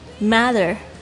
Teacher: 这个 T 呢它会听起来很像浊化的很像这个介于 D 跟 T 之间的声音嘖嘖嘖嘖嘖这个时候你的舌尖应该是顶住你的前排的牙齿的后方嘖嘖嘖嘖嘖嘖 Matter 那比如说像这个水那有同学就是说老师应该是 water 吧 OK 只有英国人会念得非常脆他会念 water 然后呢但是美国人的话呢他们一定会念成 water 所以呢这个部分是大家要特别注意甚至他们念这个